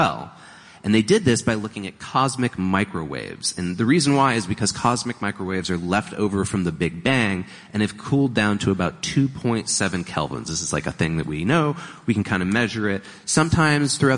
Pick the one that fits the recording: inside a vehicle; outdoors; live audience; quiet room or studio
live audience